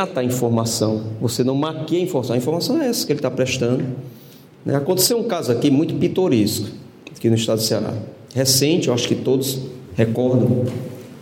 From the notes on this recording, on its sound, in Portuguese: Ao Vivo – UNIFOR. Foi gravado ao vivo na Universidade de Fortaleza. A convite da Escola de Direito.